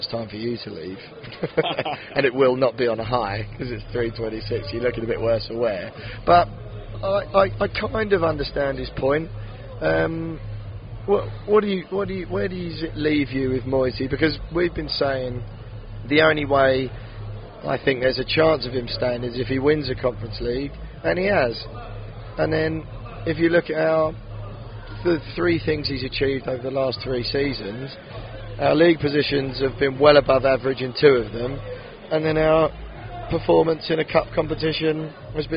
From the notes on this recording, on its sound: LIVE FROM PRAGUE. Met up in the middle of Prague the day after to record this episode.